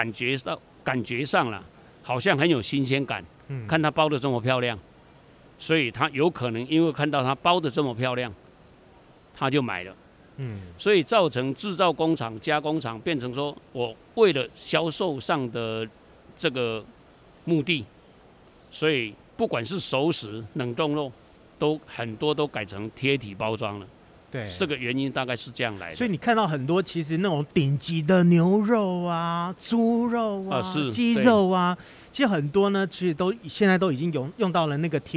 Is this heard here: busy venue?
yes